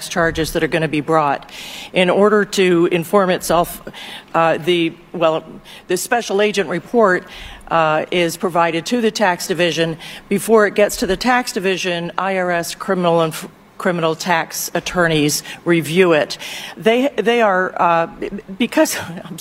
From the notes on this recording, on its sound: live at the Little Heroes Blood Drive